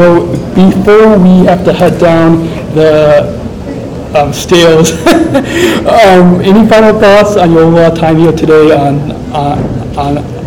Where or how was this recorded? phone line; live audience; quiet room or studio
live audience